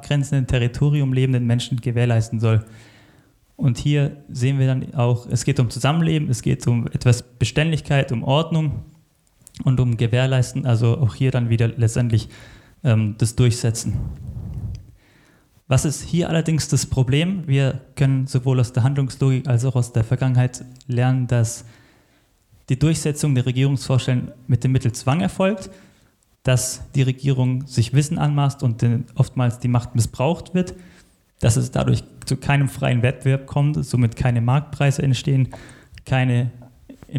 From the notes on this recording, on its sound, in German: Als Live-Mitschnitt vom Mises Karma Live Event. Im Hotel Princess, Plochingen.